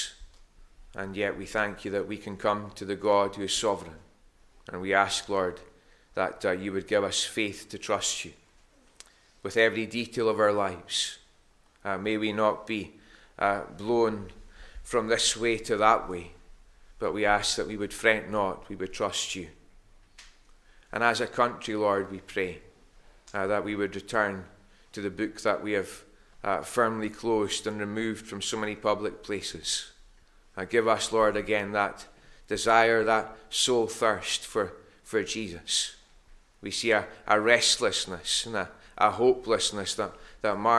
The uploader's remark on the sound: Recorded Sunday morning 3rd October 2021 at North Harris Free Church.